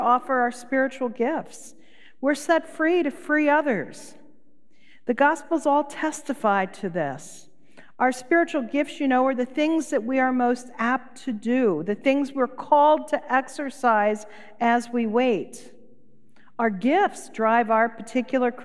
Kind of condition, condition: setting, large echoing room